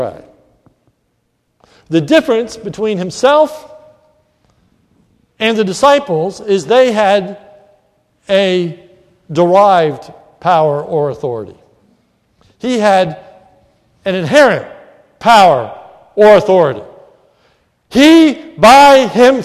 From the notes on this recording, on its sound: This sermon was recorded at the Lebanon Bible Fellowship Church in Lebanon, PA during the morning service